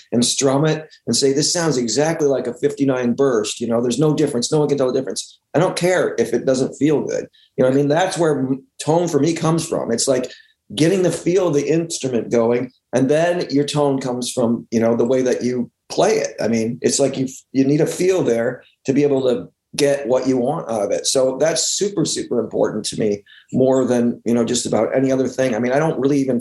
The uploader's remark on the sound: Remote Zoom